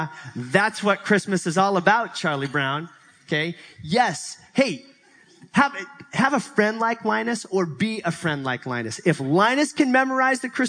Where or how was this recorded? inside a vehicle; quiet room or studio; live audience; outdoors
live audience